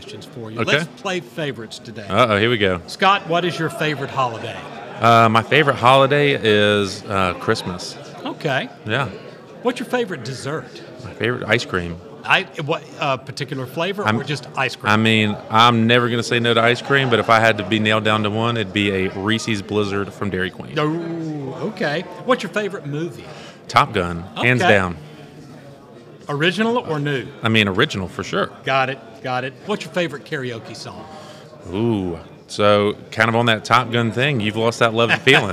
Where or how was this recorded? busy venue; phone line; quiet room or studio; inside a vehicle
busy venue